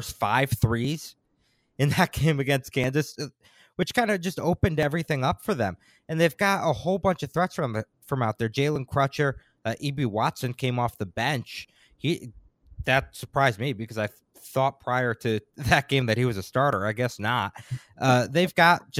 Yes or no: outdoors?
no